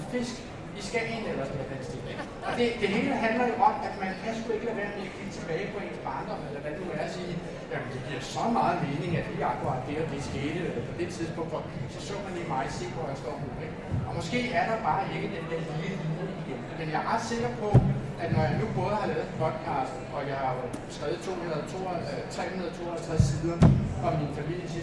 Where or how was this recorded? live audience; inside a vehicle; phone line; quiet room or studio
live audience